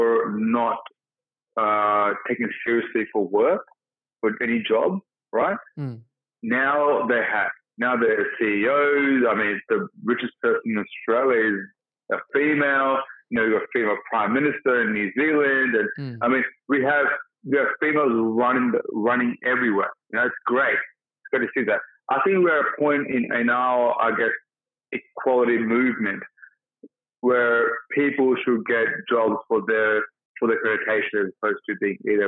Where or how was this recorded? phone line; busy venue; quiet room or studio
phone line